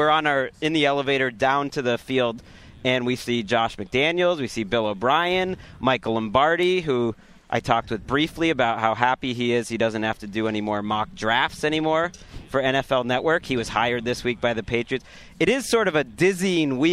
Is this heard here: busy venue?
yes